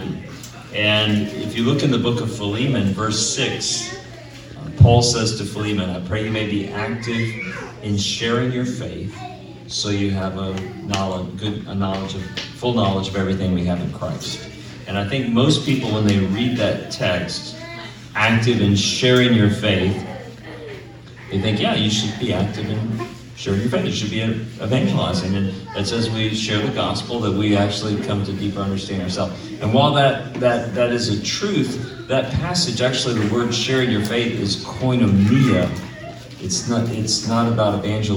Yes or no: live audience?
yes